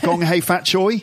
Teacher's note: You had the rising intonation.